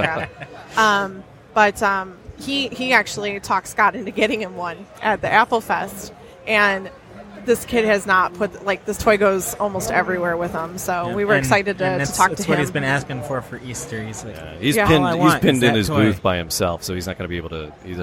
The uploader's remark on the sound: Live from Great Lakes Comic Con.